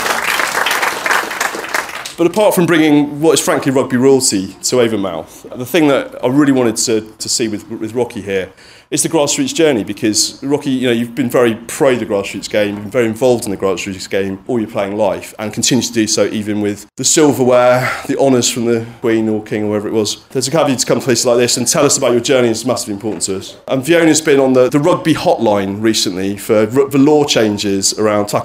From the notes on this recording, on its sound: This is a LIVE panel discussion recorded at Avonmouth Claire’s RUFC in Bristol at the GrassRoots Festival.